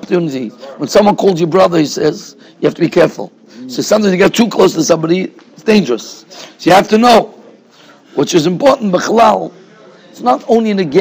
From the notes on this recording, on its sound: Shiur recorded in Yeshivas Ohr Reuven, Monsey, NY.